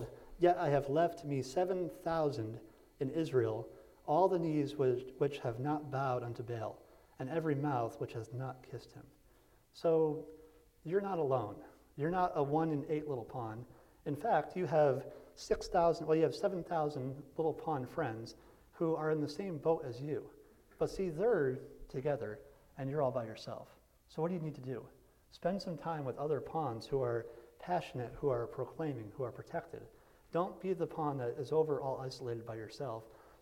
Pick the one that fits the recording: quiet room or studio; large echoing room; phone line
large echoing room